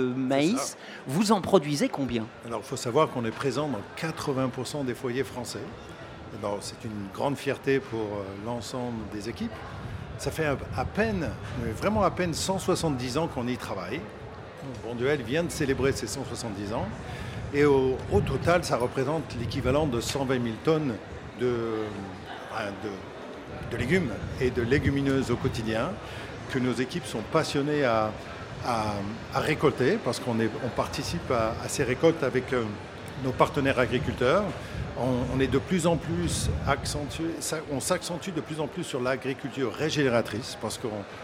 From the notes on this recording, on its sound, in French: en direct de Marseille et du So good Festival